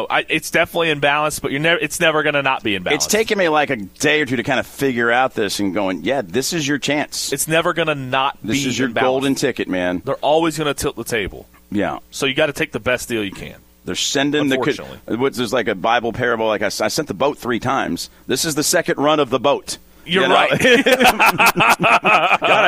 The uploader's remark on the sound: The guys are broadcasting live from The Fitness Market! 2521 Plantside Dr, Louisville, KY 40299.